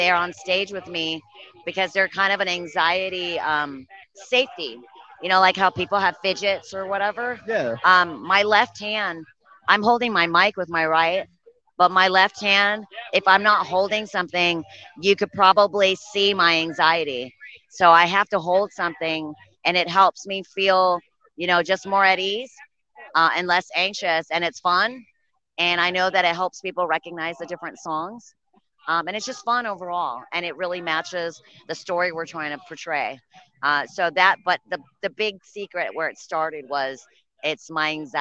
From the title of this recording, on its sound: Interview at Michigan Metal Fest